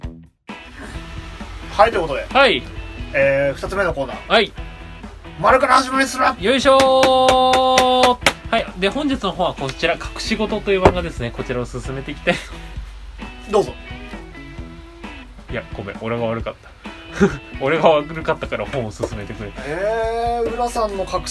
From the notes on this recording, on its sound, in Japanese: 録音機材：iPhone7。